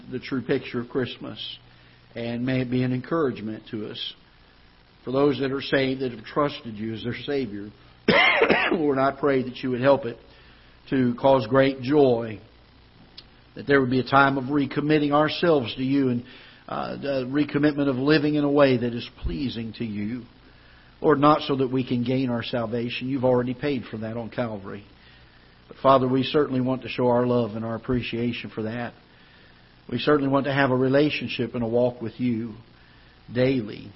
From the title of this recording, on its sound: Ketha Heights Baptist Church ~ Live Broadcast